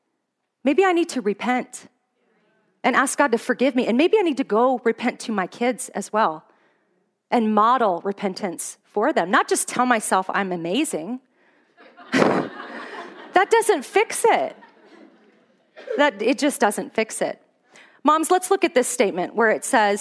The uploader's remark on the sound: Today's podcast is an audio recording of a talk I gave at a women's conference in Fairbanks, Alaska.